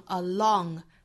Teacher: Along 这个词美音读成 along，上下的开口都会更大、更开、更松。Along the way.